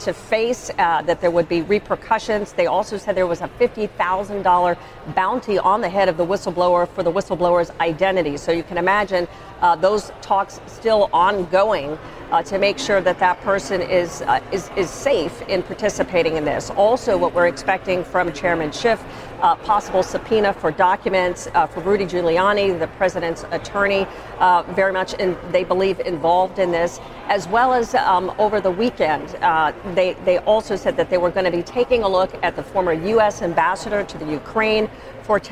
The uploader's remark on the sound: live from the New York Stock Exchange